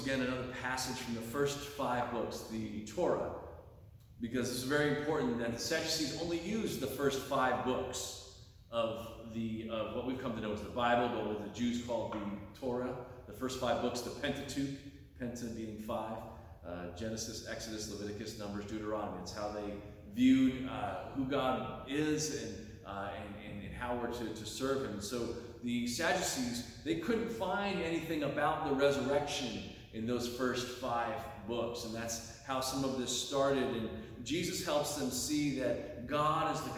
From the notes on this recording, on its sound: delivered on Sunday, October 29, 2023 at Pottersville Reformed Church